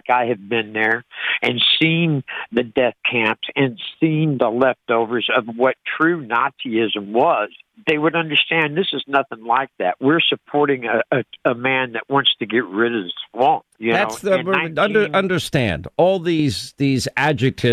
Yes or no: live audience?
no